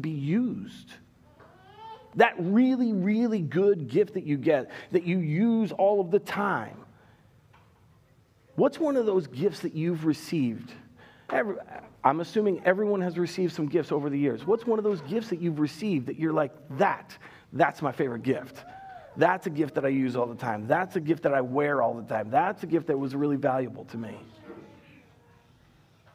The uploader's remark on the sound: Recorded live at Word of Life Church in Le Sueur, Minnesota, on August 29nd, 2021